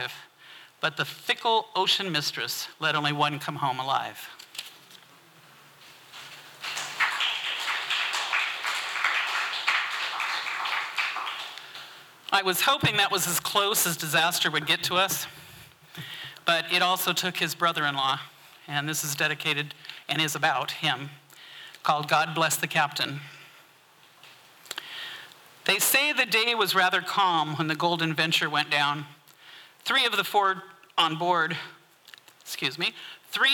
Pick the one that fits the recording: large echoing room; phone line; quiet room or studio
large echoing room